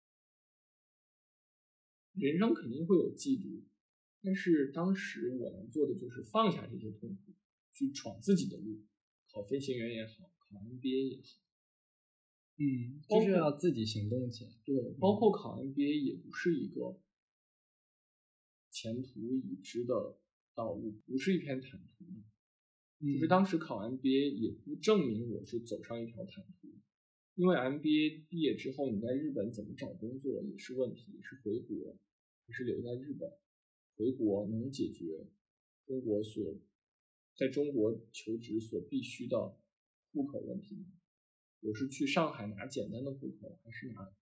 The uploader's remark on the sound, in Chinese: 新手主播第一次录节目，音质略有瑕疵，还请见谅。